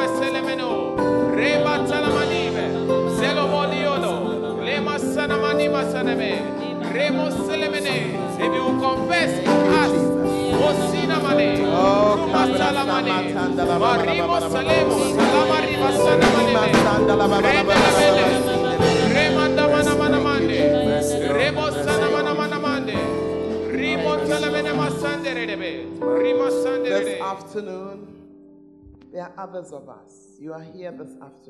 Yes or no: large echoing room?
yes